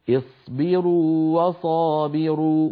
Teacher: كذلك قوله تعالى اصبروا وصابروا التقى واوان والواو الأولى مادية لابد من إعطائها حقها من التطويل والمط الطبيعي